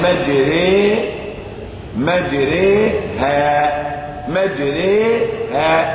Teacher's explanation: هذه إمالة ما بين الألف والياء، لا هي ألف ولا هي ياء. الألف دي نزلت مالت لتأتي بياء ولم تكن ياء.